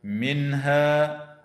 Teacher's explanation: والنون في كلمة منها حكمها الإظهار الحلقي